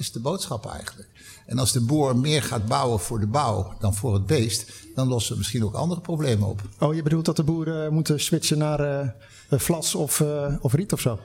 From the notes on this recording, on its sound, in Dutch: Een van de events op de Floriade Expo-terrein vond plaats op 24 augustus: het Floriade Hub Café. Een live-radioprogramma vanuit de Green Innovation Hub in The Natural Pavilion met muziek en aansprekende gasten uit de wereld van tech en innovatie.